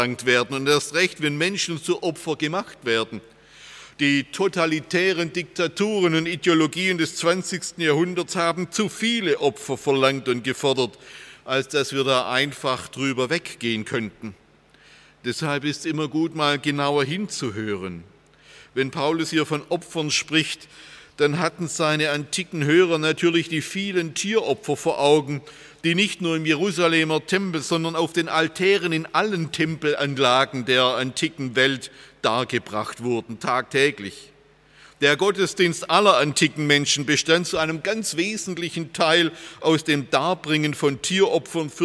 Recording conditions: large echoing room